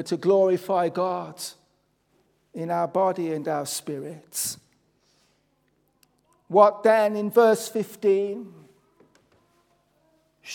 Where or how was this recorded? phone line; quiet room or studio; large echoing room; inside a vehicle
large echoing room